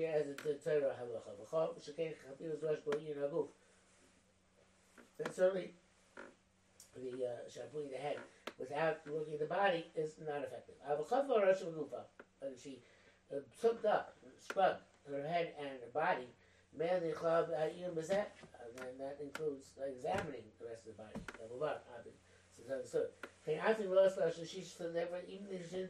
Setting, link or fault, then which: fault, poor microphone